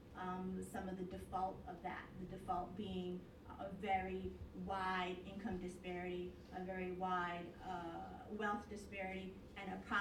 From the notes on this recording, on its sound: full audio version of the November 20th, 2014 Harvard Kennedy School event